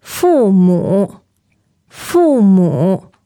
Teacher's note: So the tones are fourth and third, right?